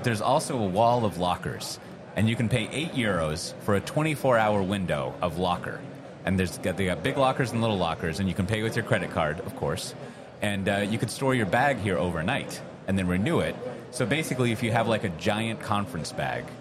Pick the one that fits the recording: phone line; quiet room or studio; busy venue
busy venue